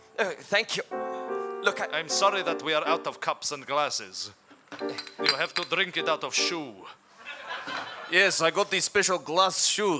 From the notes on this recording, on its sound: For this show, the audience suggestions were...